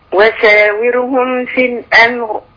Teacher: في الامر اذا وقفنا عليها نفخم الراء